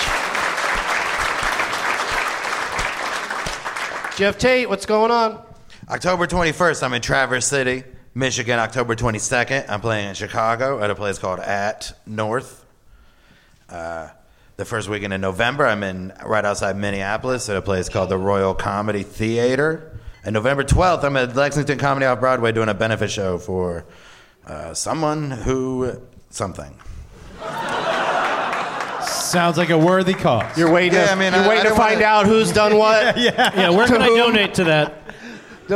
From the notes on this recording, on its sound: Live from Helium Comedy Club in St.